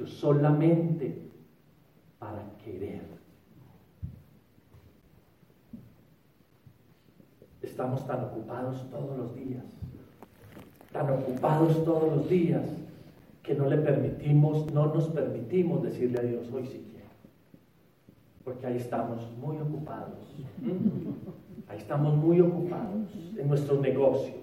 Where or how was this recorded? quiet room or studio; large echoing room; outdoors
large echoing room